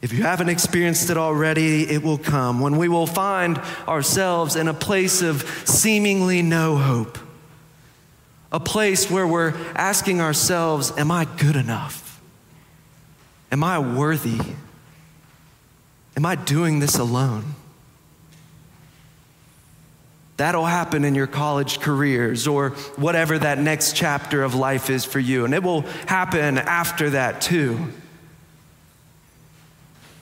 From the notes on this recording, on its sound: Preached on May 21, 2023 for our Sanctuary Worship Service.